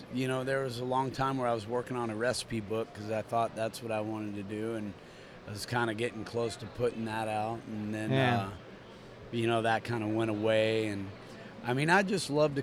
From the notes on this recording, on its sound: We caught up at the Sing Out Loud Festival in St.